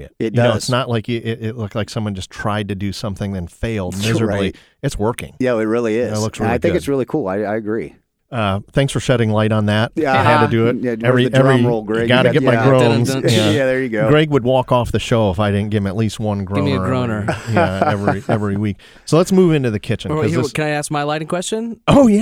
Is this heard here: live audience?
no